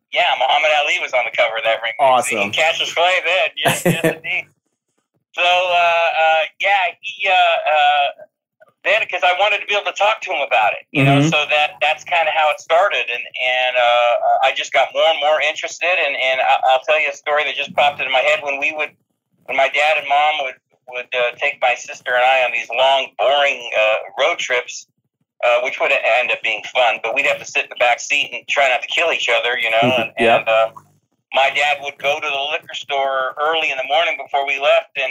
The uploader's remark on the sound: Phone interview for The Weigh-In Podcast.